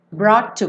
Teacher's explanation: Pensa só no BR, ó, bro. E aí, do T você já vai emendar no to. Brought to. Como um T só, não quica no T.